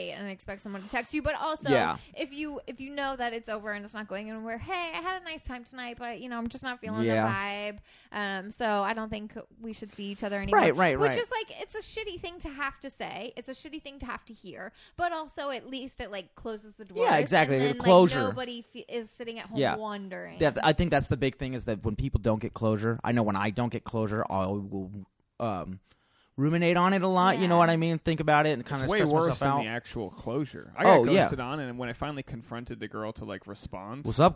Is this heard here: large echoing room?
no